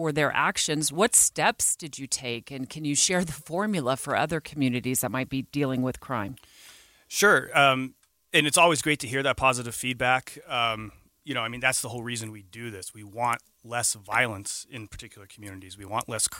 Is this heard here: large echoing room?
no